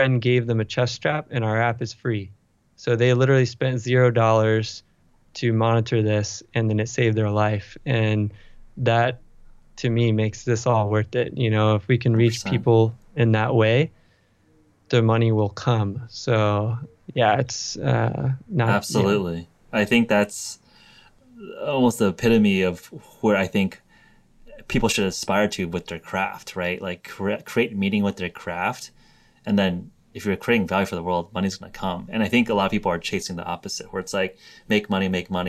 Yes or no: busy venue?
no